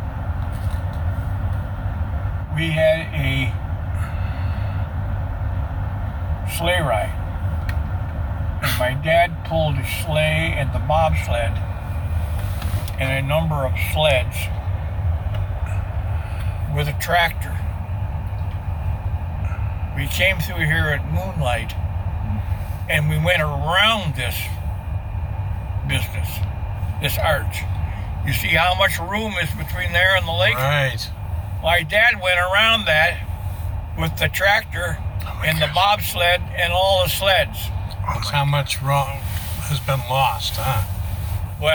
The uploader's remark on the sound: Catawba Island Driving Tour Part III. This time driving through the Cliffs.